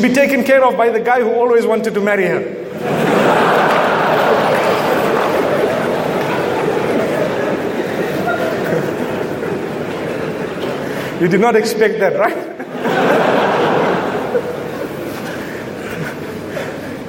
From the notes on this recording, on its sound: Delivered at The Excellency in Colombo, Sri Lanka as part of the Building Bridges Series Nov 2016